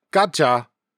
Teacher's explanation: W and Y sounds are often dropped after a consonant. In this way, the word for snack, gwaja, in standard Korean is pronounced gaja in Gyeongsang dialect.